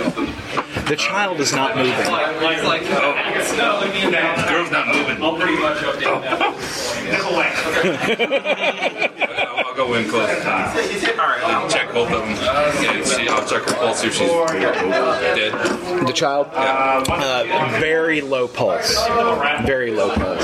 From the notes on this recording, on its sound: recorded at Fear the Con 7